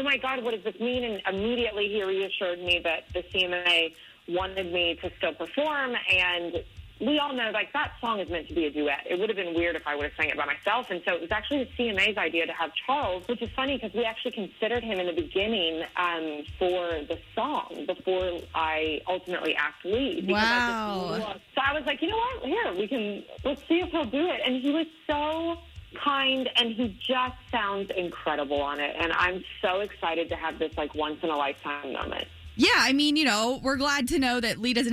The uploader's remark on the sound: We got a surprise phone call